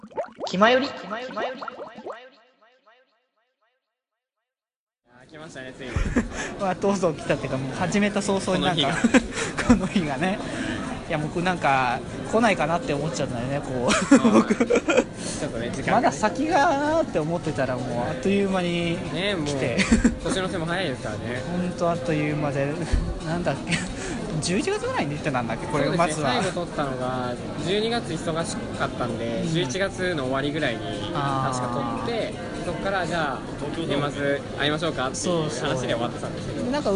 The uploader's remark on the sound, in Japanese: 東京デート。初の野外での収録でどきどきでしたが楽しかったですね～。